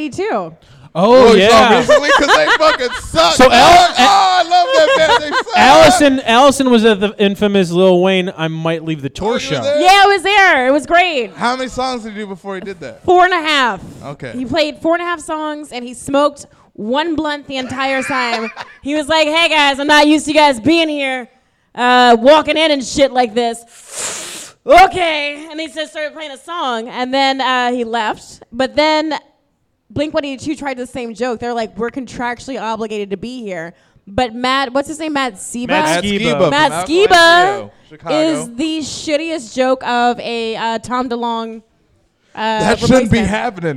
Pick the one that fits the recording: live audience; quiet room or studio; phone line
live audience